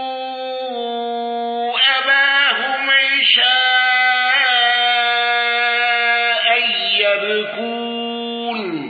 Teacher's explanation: خلف عن حمزة بالإشباع وترك الغنة بالسكت على المد المنفصل